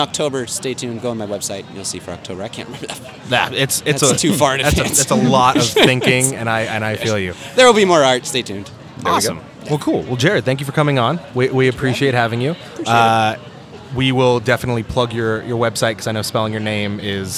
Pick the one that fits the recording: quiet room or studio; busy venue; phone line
busy venue